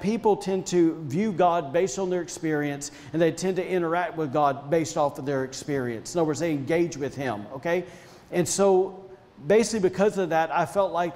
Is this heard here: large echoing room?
yes